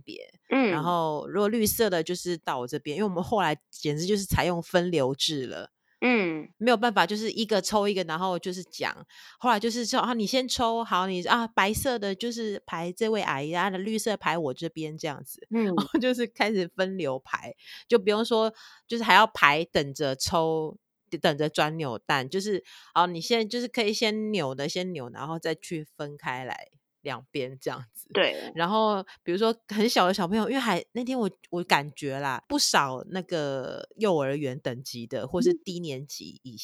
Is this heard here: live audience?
no